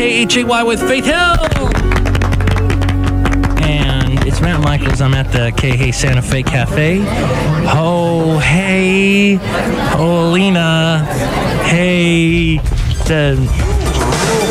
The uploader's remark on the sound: podcast live from Cafe Anyway